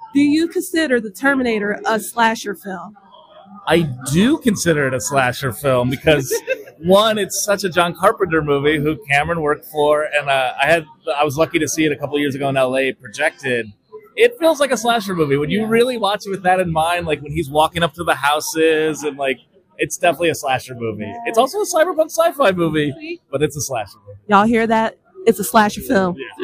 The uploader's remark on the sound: Media coverage for the film fest at Horrorhound! Please excuse the noisy background due to the setting of these interviews.